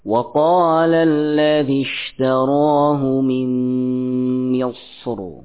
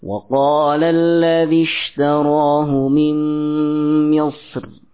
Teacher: Coba kita ya baca lafaz Misr ya, waqaf padanya dengan ditebalkan. · Shown in: first take